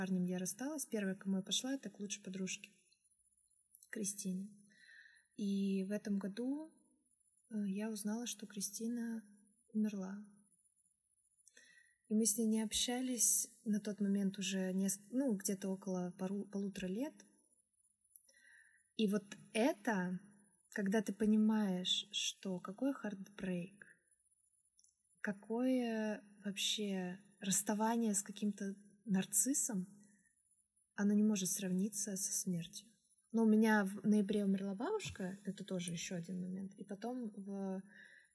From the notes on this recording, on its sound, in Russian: Это первый выпуск, поэтому звук и качество монтажа еще хромают